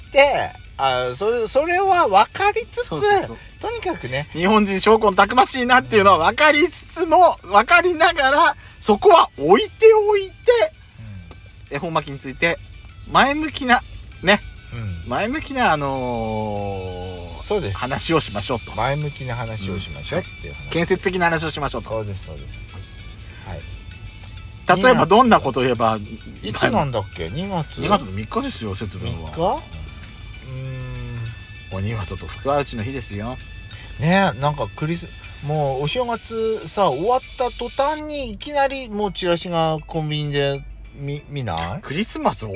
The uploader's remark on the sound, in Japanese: ドライブ収録 #ロードノイズごめんね。